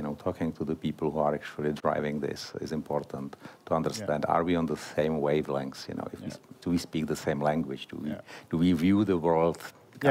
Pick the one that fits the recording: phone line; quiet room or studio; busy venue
busy venue